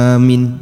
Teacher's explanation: Hamzah dipanjangkan, mim tidak ditasydid dan huruf ya dibuang sehingga dibaca amin